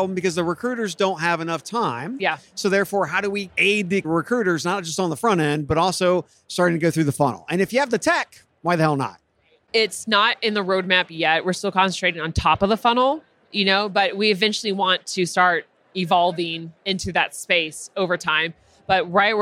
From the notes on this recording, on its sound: Live from UNLEASH America in the Workhuman booth